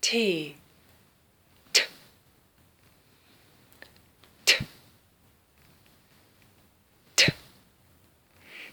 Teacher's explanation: Sie werden feststellen, dass beim Üben des Ts die Zunge an der oberen Zahnreihe liegt. Es ist ein dentaler Laut und Sie üben dieses T mehrfach.